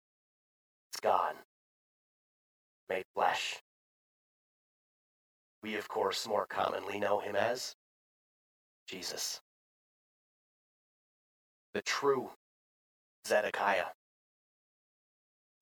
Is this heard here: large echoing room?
yes